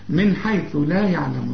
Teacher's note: نون ساكنة بعدها حرف مفيش غنة، الحاء من حروف الإظهار